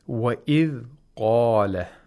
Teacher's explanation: The word qala has a qaf, which has to be pronounced with tafkhim, with thickness.